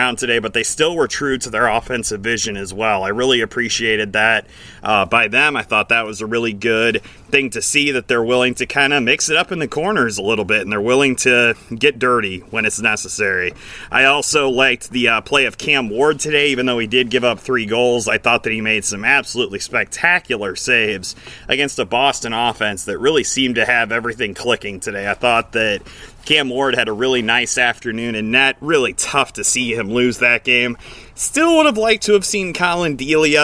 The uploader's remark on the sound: taking this postgame show outside!